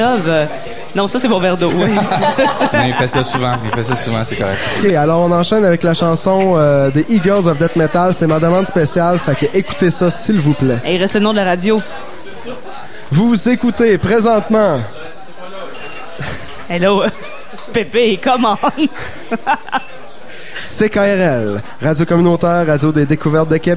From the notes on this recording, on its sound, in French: Émission spéciale sur le Festival d'été de Québec, en direct du bar Le Sacrilège, diffusé à CKRL 89,1.